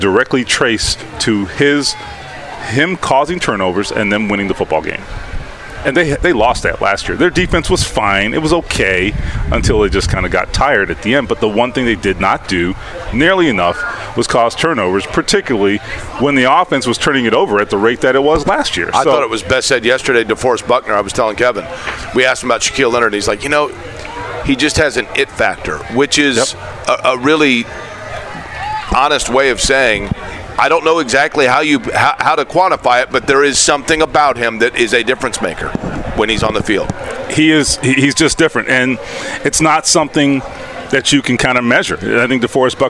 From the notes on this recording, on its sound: Join us at Colts Camp. Joins us at Colts camp.